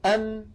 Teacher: نهاية الميم الساكنة شفتان مبتعدتان ثم تصطدمان